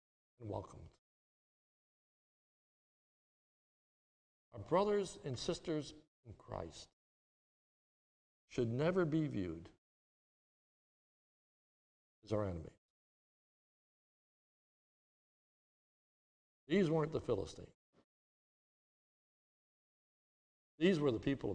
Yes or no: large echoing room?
yes